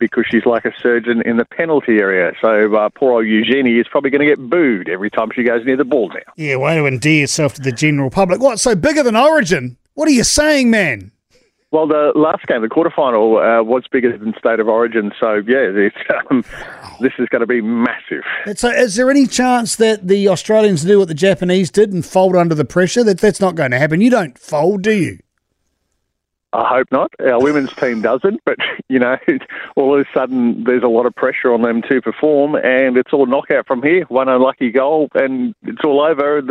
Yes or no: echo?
no